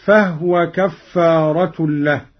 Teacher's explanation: قرأ قالون بإسكان الهاء هكذا: فهو كفارة له.